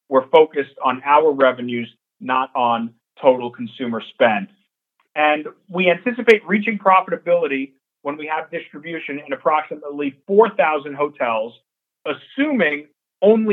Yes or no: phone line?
yes